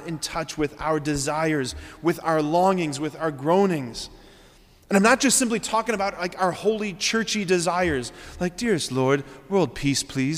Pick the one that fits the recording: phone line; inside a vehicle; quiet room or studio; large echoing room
large echoing room